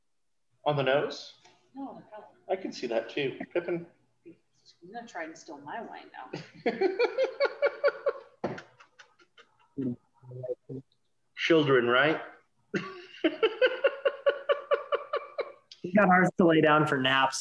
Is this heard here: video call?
yes